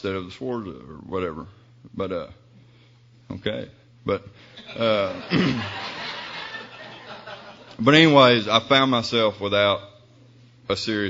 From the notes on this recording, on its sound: speaking at ARKYPAA 2005 Arkansas Conf of Young People in AA